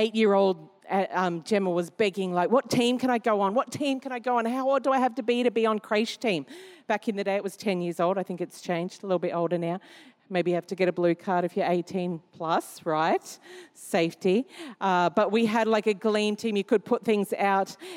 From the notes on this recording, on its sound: Recorded during our 5pm service